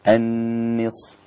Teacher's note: النون رقيقة لا تأخذ تفخيم الصاد